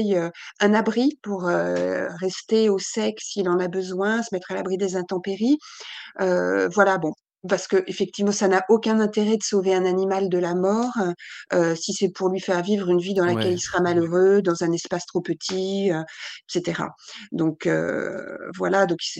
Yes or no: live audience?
no